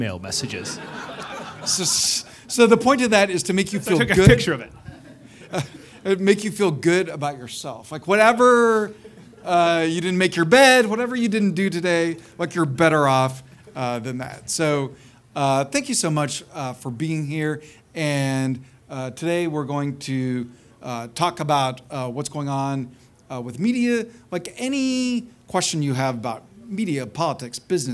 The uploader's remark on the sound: Recorded on May 2, 2018 before a live audience at New York's 92nd Street Y.